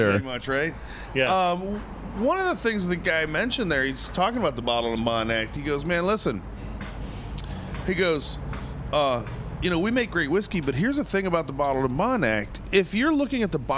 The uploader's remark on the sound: Live at the Railyard in Houston for this year's Pipe Show!